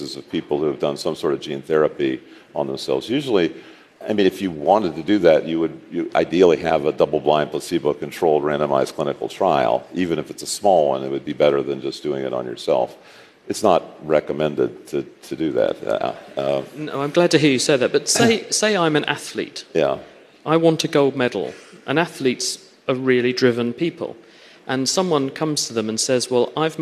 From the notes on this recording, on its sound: Live in front of a studio audience at the Hello Tomorrow Summit, in Paris, 2019.